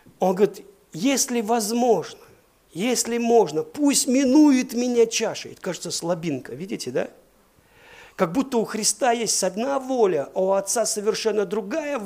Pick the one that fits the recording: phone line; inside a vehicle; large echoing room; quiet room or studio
large echoing room